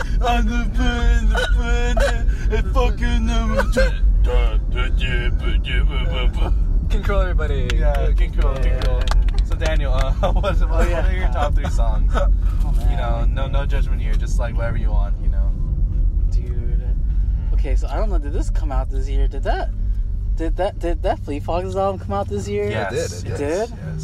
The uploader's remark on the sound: With a packed Prius. Decided to record an impromptu podcast on their drive home after eating chicken wings with their friends.